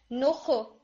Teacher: نخ یہ جو pitch change ہو رہی ہے یہ قلقلہ ہے